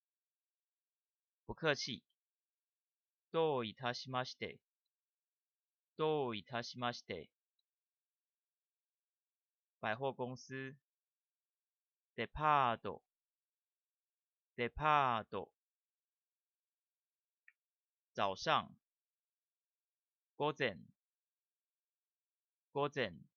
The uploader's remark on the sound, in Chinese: 本集嘗試用麥克風收音以抑噪，音量雖較小但適合耳機收聽